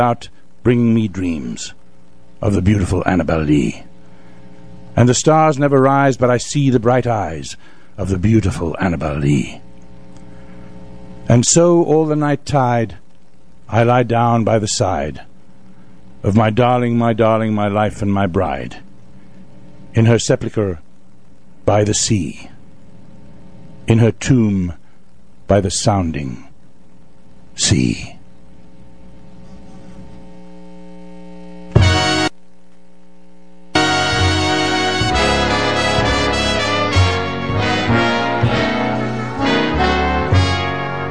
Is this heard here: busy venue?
no